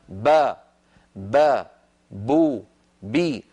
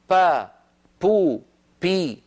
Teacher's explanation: إنه أخرجها من الشفتين، فالمخرج صحيح، ولكن الذي هو غير صحيح صفة هذه الباء عندما نطقها هذا الإنسان، فإن العرب تنطق الباء مجهورة · Shown in: first take · فيقولون با با بو بي، ولا تقول العرب أبدا با بو بي، فليس في لغة العرب هذا الحرف با.